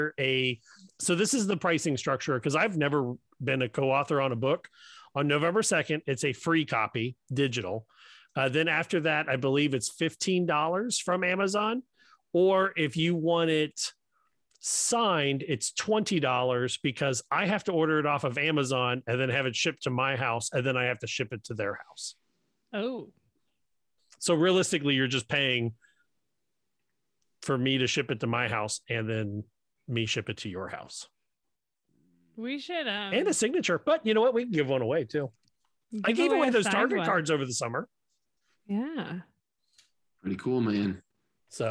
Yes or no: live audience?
no